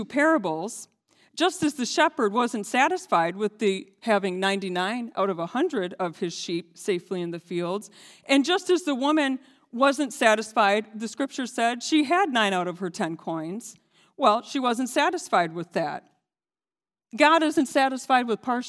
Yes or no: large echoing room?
yes